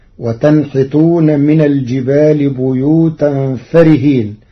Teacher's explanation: قرأ ورش كلمة فارهين بحذف الألف التي بعد الفاء فتصير وتنحتون من الجبال بيوتا فارهين صفة مشبهة.